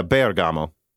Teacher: Bergamo is pronounced with emphasis on the E